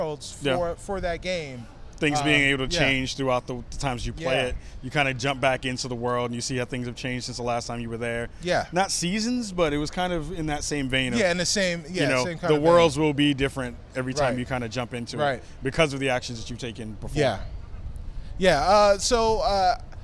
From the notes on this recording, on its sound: We are live from E3 2018 and are at the EA conference and EA Play event